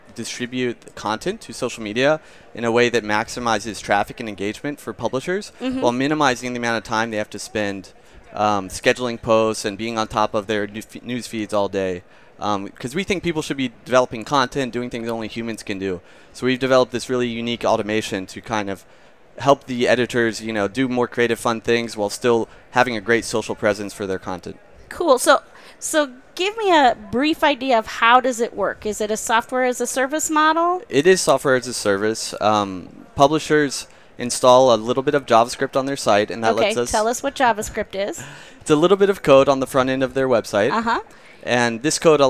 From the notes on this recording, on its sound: As they go live from the Advanced Advertising Theater on the event floor.